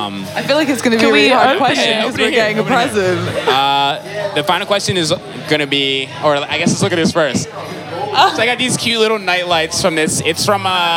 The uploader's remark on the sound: Recorded on August 28th, 2018 at Kinfolk 90 in Brooklyn, NY. Basslines & Banter is a visual podcast that is recorded live at the party which shares the same name.